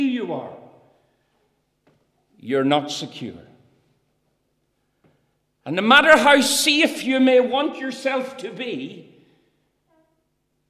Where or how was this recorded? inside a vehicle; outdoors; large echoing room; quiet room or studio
large echoing room